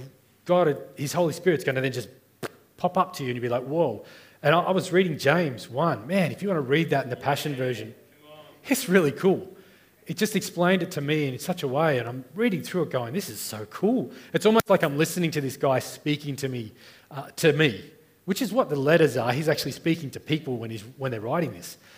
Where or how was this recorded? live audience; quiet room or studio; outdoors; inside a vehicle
live audience